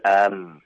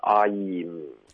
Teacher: M 的这个没有一个双元音，你发的是 M，我们要的是 I'm · Shown in: second take